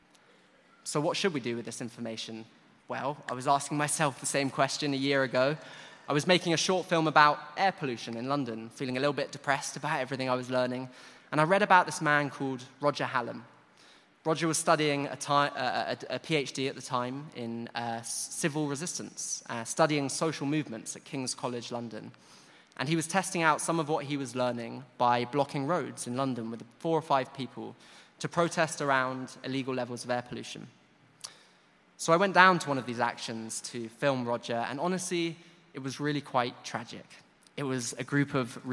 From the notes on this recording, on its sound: Recorded at 5x15 live in London at EartH Hackney on 8th October 2019.